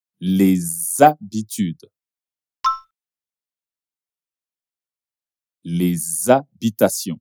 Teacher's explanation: a liaison do S no final do artigo le com o H de habitude e habitations